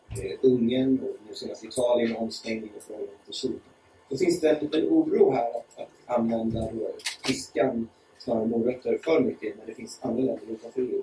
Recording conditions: poor sound quality